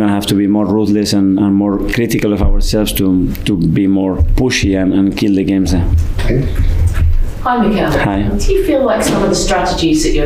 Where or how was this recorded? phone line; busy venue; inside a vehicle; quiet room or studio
busy venue